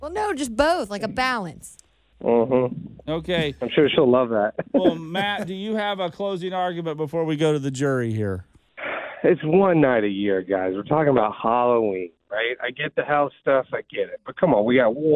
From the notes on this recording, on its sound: Called into the Show!